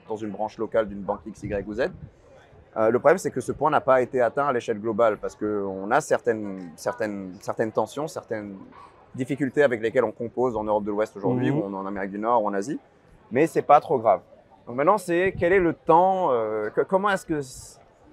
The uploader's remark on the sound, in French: que nous avons eu la chance d'enregistrer durant le Stable Summit à l'ETHCC